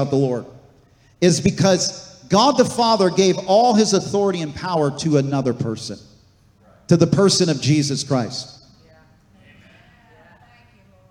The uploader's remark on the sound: This message was recorded on August 27, 2023, at Gateway Church in Richmond, Indiana.